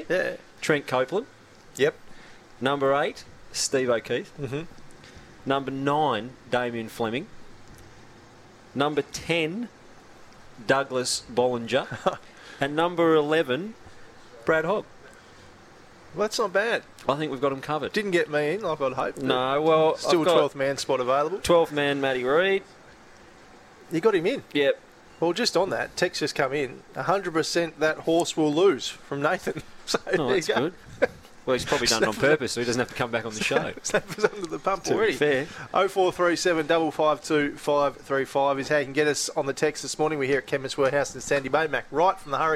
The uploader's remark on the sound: live at Chemist Warehouse